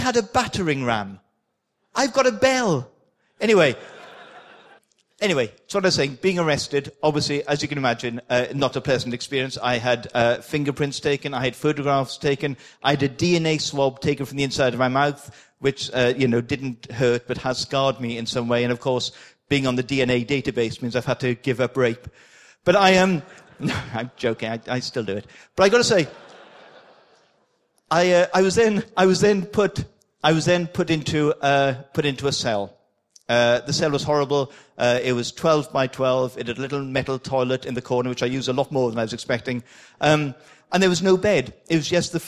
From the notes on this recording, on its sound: excerpt from the opening keynote from the AusCERT conference